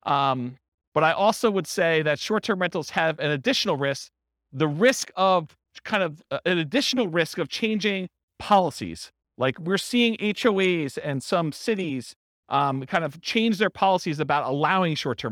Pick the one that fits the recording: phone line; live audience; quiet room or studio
live audience